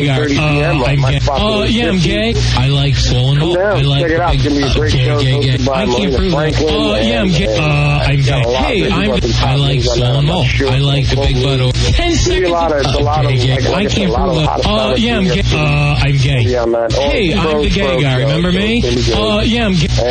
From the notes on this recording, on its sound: An akward phone call.